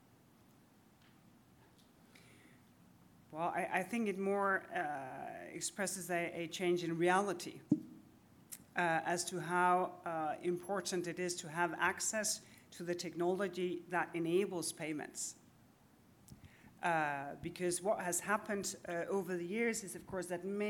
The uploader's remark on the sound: At the Tech Antitrust conference held in Palo Alto on January 11, 2024. By Concurrences in partnership with Clifford Chance and Compass Lexecon.